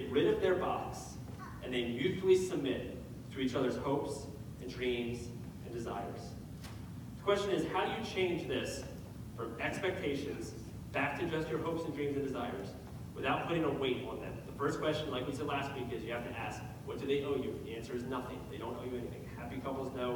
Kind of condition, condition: fault, poor sound quality